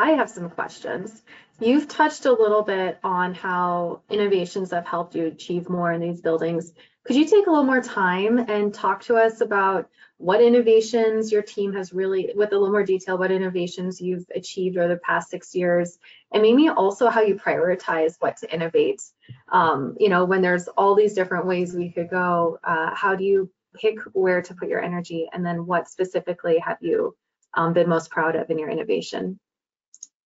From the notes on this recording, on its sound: Realcomm Webinar.